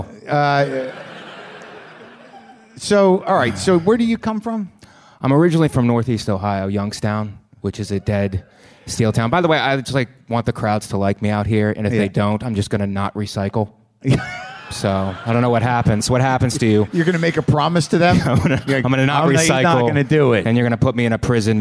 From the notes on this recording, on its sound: Live from Bumbershoot 2013 in Seattle